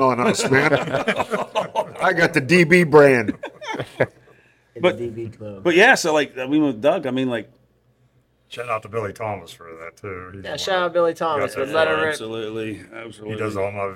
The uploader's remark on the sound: TST On Tour 3: Beef's Bar